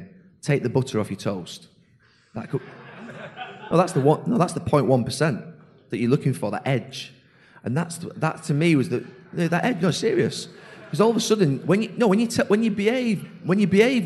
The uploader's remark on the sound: a live broadcast from the wonderful Liberty Hall Theatre in Dublin